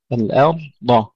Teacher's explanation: الذي جعل لكم الأرض، أيضا كثير من الإخوة يرققون الضاد الأرض ويفخمون الهمزة أحيانا، أيضا جعل لكم الأرض، الأرض لا الأرض، الأرض همزة مرققة والضاد مفخمة